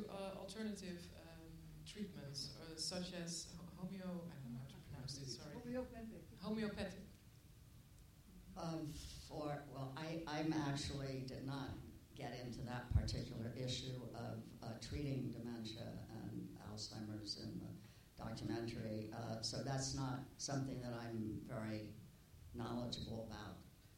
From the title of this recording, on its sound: IDFA Q&A 21 November 2016